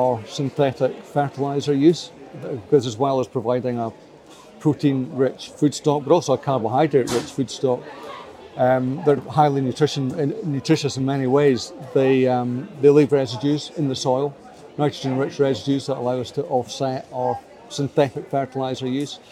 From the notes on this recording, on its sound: This podcast was recorded on site at The Royal Highland Show in Edinburgh.